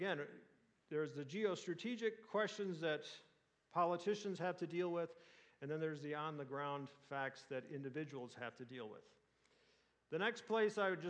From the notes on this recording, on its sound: Answers audience questions.